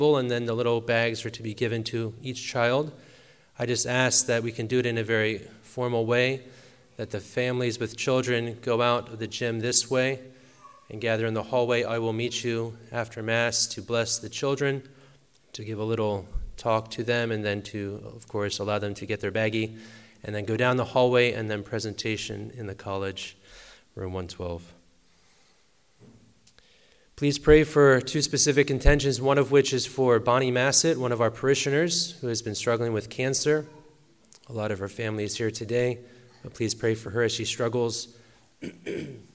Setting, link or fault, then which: setting, large echoing room